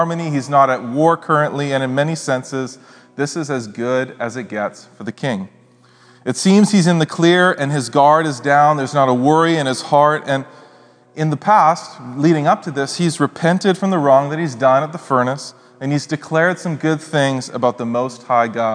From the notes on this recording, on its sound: speaks at SouthRidge Fellowship, a Langley church